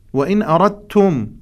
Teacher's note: الدال أدغم في التاء بالإدغام المتجانس